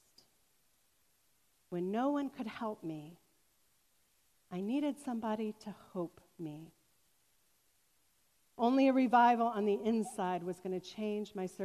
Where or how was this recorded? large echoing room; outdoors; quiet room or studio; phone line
large echoing room